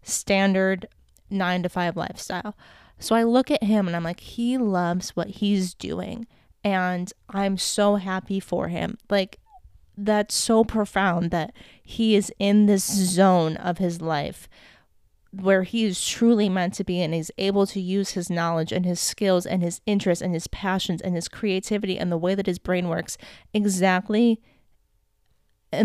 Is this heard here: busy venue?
no